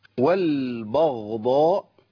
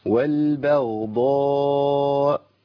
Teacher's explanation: نرقق الباء ونرقق الهمزة · Shown in: second take